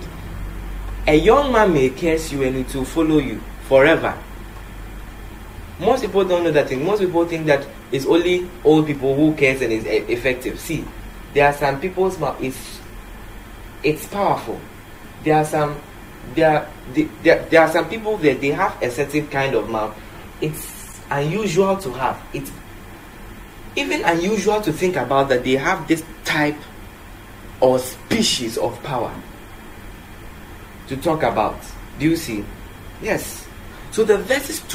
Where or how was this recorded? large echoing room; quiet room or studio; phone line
large echoing room